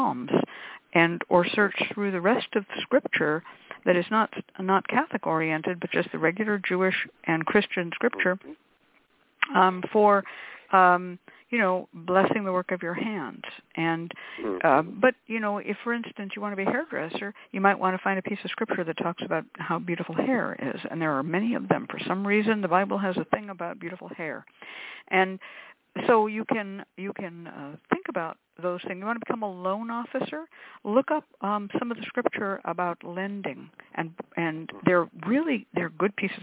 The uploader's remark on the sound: The Lucky Mojo Hoodoo Rootwork Hour is a real, live call-in show where the general public gets a chance to ask about actual problems.